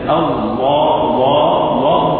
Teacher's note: الهمزة وكأن اللام سحبت الهمزة وكأن الهمزة شربت من تفخيم اللام فلام نطق الجلالة في كلمة الله الله الله مفخمة